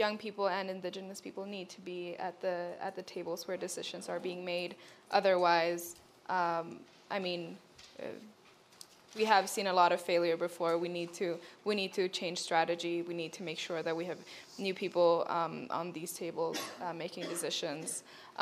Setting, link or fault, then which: setting, busy venue